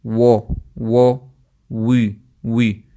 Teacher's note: اگر آپ فتحہ اور کسرہ کو ہونٹ گول رکھ کے پڑھیں گے تو پھر وہ واو جو ہے مرقق سے مفخم بن جائے گا, باریک سے موٹا بن جائے گا، جیسے کہ و سوری